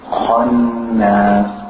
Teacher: We have the kha followed by the noon. So the kha should be thick, but the noon should be thin.